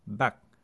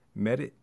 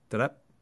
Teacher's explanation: we're going to take the aspiration away and it's going to make the sound back. So you feel like there's actually a bit of a stop. In a word like merit, the splashiness of that T will get cut off and it'll sound a little bit more like merit.